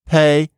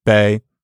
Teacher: when you pronounce P, there's a tendency for the vowel after it to be pronounced on a slightly higher pitch than if you say buh.